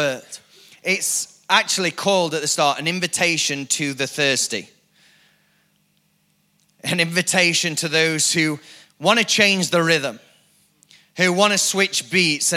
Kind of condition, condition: setting, large echoing room